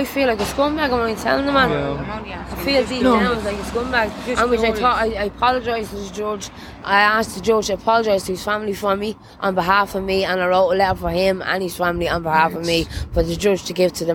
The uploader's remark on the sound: From outside Dochas (women's prison) at Mountjoy Dublin.